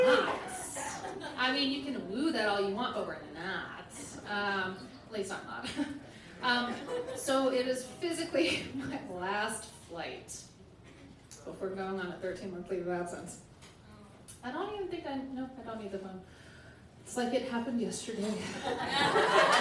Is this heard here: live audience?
yes